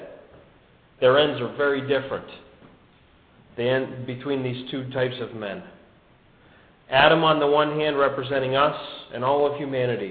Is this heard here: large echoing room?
yes